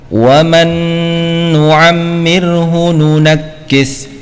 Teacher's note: nun yang pertama dimasukkan ke dalam nun yang kedua sehingga nun yang kedua bertasdid, ya, dengan dengung, dengan ditahan 2 harokat dengungnya, ya.